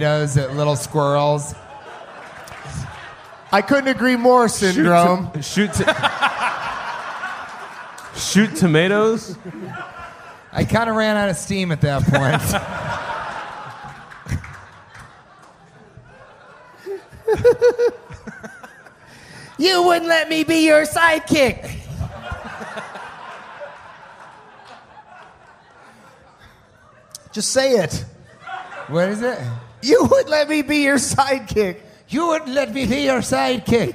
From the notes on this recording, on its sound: Recorded at Parlor Live Comedy Club in Bellevue, Washington.